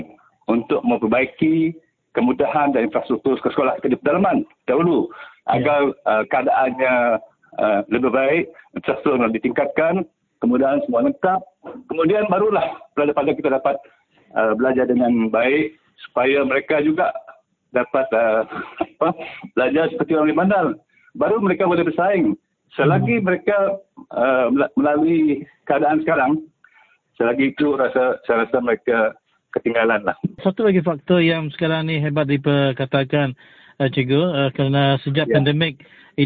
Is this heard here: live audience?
no